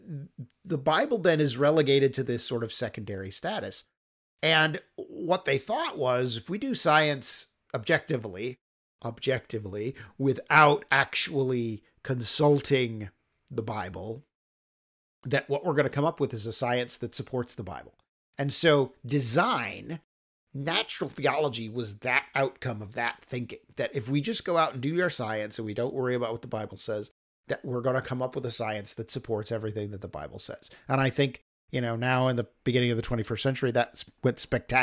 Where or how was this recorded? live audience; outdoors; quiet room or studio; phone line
quiet room or studio